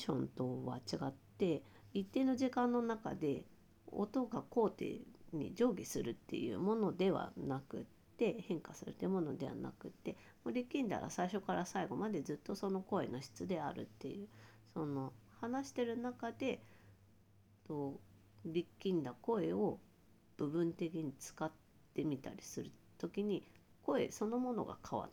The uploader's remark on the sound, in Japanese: 今日はワイヤレスイヤホンで収録したため、音量が小さくなっています。